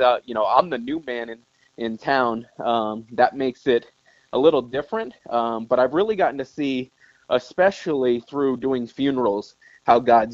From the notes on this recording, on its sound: This week we get my first phone interview.